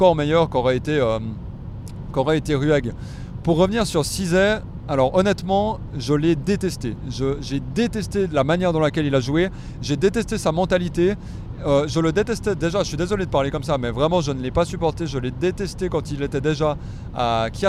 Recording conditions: inside a vehicle